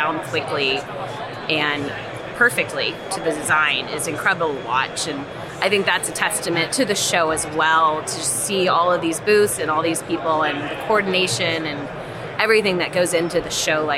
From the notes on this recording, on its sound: It only makes sense to bring it to the industry’s premier tradeshow and education event. Is live from the floor at Hardscape North America.